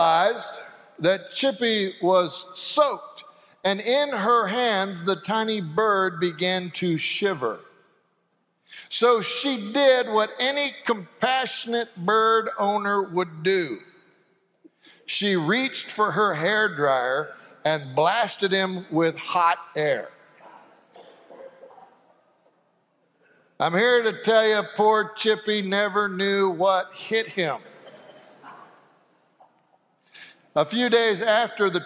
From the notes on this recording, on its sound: Sanctuary Service.